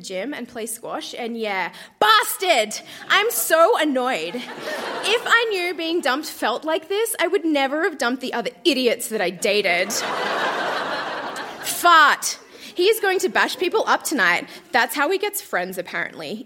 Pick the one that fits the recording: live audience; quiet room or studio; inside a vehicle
live audience